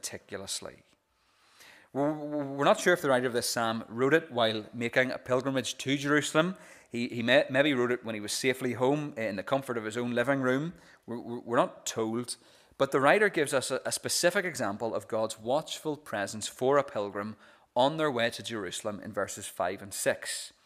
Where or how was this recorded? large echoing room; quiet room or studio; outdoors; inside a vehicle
large echoing room